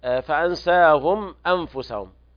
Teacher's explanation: إظهار شفهي لوقوع الهمزة بعد الميم الساكنة، وقرأ ورش بصيلة ميم الجمع وصلها بواو لفظية وتمد عنده من قبيل المد المنفصل، تشبع إلى ست حركات مد مدا من قبيل المنفصل.